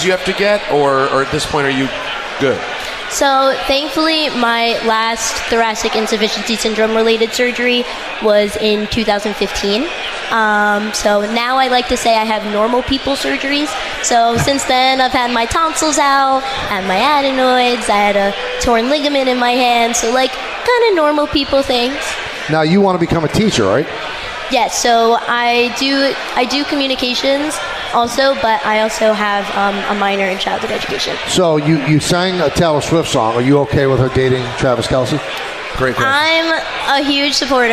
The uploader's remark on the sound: The show is live at Your Mother's House in Garden City Park, Long Island for the TMKS Holiday Party.